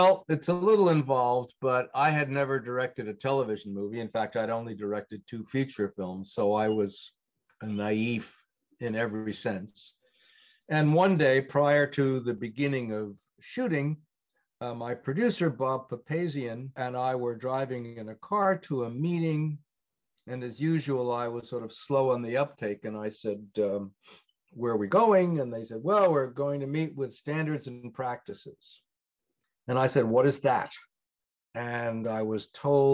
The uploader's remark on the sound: Speaking to me via Zoom.